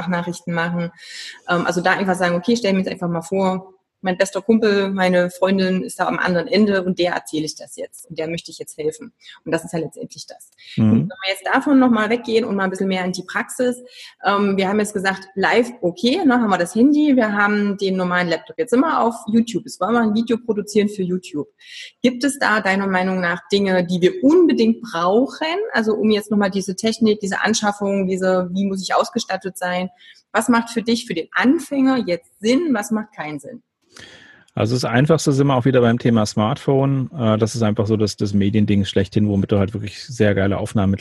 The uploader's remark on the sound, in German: Im Live-Webinar. Richtmikro fürs iPhone.